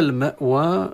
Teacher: المأوى كلمة تنتهي بالألف وهي مرققة لأنها تتبع واو، والواو من حروف المرققة.